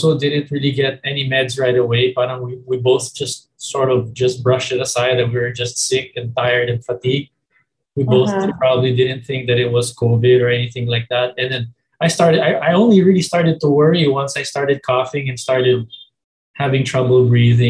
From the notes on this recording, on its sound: Zoom call